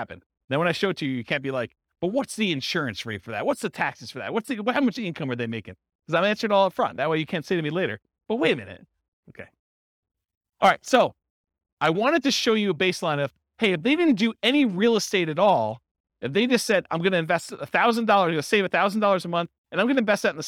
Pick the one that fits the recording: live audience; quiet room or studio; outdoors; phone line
live audience